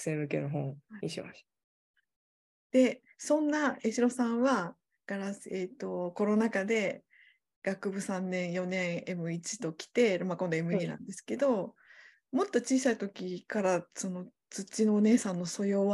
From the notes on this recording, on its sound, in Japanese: 収録場所： オンライン (Zoom)。